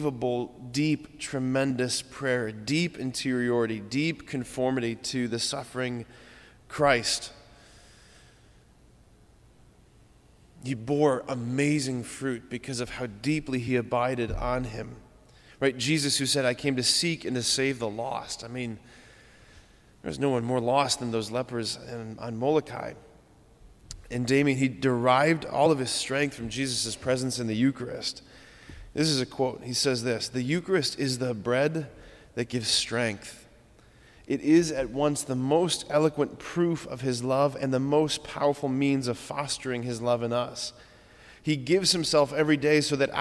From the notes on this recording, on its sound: preached this homily on May 10, 2023 at Sacred Heart of Jesus Catholic Church in Wadsworth, OH.